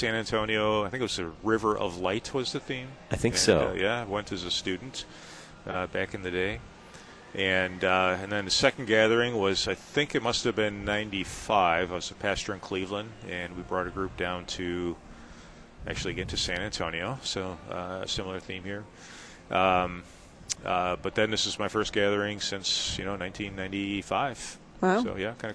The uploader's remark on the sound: Live at LCMSYG: Museum of the Bible. Live at the LCMS Youth Gathering.